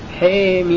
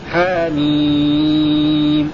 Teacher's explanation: هذه الإمالة في لفظ حميم في سورة غافر · Shown in: first take